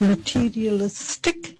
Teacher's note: Notice how she stresses on listic